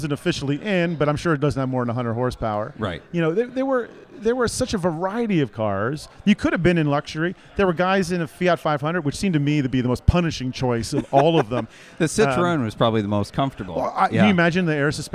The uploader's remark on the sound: live from the Portofino, at the finish of a Cannonball!